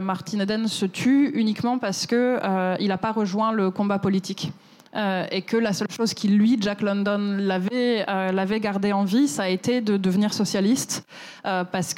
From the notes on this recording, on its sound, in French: cet épisode a été enregistré à la Gaîté Lyrique